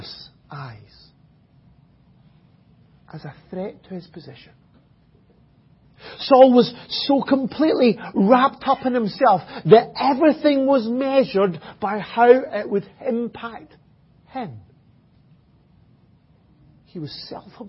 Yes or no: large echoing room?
yes